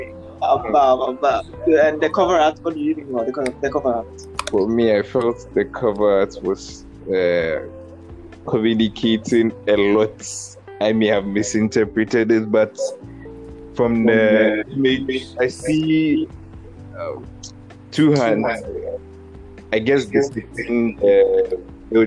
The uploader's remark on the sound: This was the test recording of how “That Gender” would be like. It has the raw unfiltered audio with a bit of feedbacks that make hearing a bit difficult.